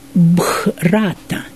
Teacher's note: древнеиндийское «бхрата», такой у них был придыхательный звук